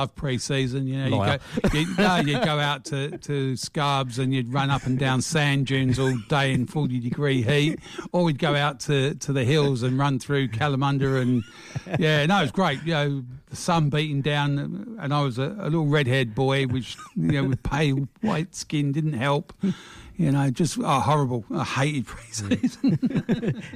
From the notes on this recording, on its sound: Special guests live by phone